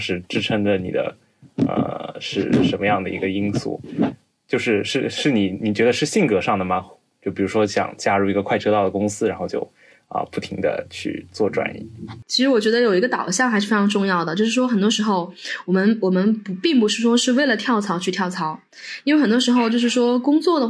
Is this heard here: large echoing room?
no